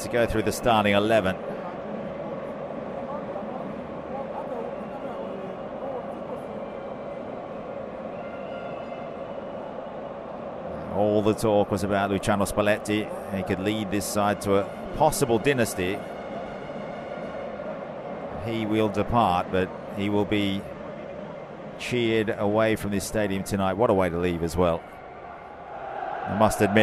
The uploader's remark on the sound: Enjoy all the audio from the Stadio Diego Armando Maradona. Live celebrations as Napoli finally lifts the Scudetto in front of their home fans. Stadium ambience.